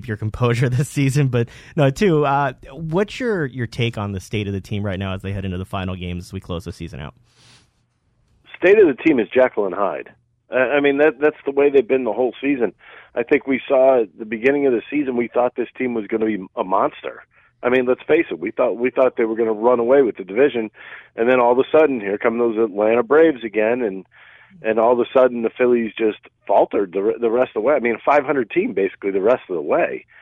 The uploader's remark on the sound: BlueCoats team president called.